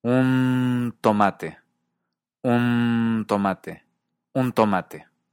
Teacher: en la palabra un tomate, la ñ se vuelve dental, como la ñ rusa.